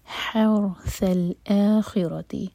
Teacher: من کان یرید، را کے نیچے کسرہ تو را باریک، حرث الاخرتی، ح حلق سے را ساکن ہیوی